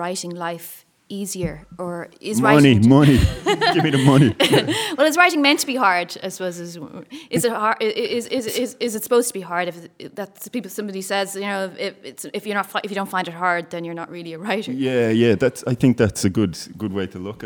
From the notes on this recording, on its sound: In front of a live audience at the Irish Writers Centre, Dublin.